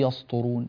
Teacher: والقلم وما يسطرون، رقق السين، لا تقول يسطرون، السين صارت صادا وهذا لا يجوز